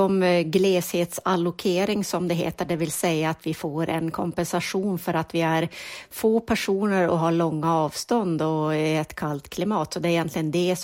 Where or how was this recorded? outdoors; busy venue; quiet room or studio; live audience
quiet room or studio